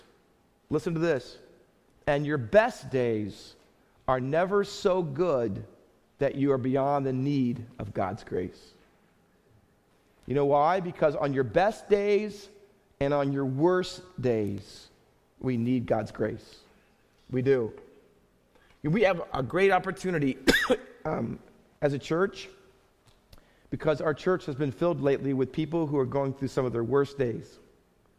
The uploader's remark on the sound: Faith Baptist Church in Hamilton, NJ.